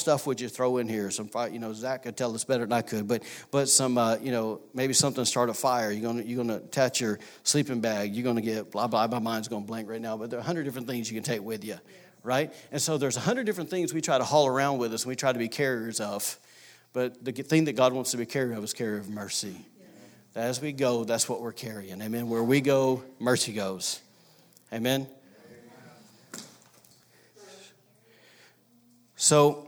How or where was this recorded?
large echoing room